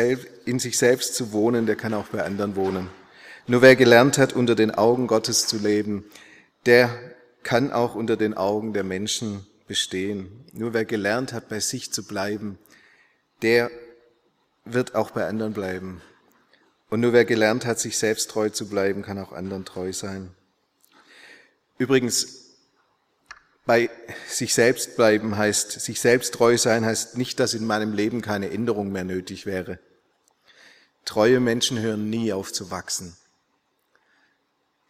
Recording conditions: large echoing room